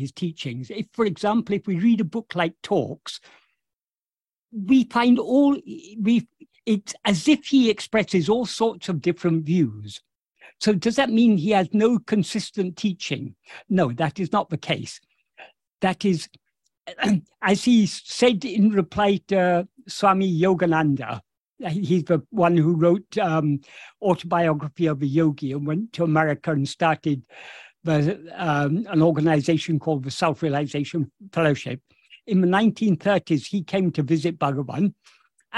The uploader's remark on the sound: In a Zoom meeting on 3rd August 2023